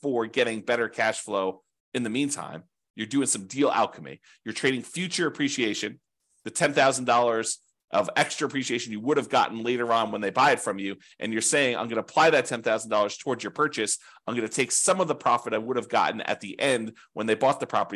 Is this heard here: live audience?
no